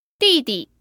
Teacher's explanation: That uses a fourth tone and refers to your younger brother.